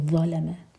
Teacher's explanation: ظا کے لیے ہماری زبان اوپر والے دانتوں کو ٹچ کرے گی اور پیچھے سے زبان اوپر اٹھے گی اور منہ بھر کر پڑھا جائے گا